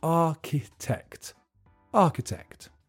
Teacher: The pronunciation is tricky because there's a ch in the middle that's just pronounced k, and the middle syllable is weak